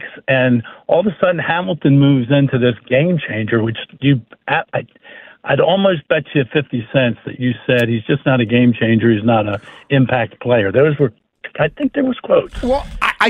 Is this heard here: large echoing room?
no